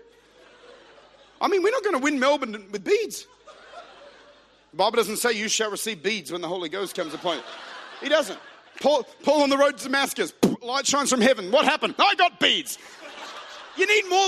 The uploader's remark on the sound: Recorded at Bridge Church, Melbourne.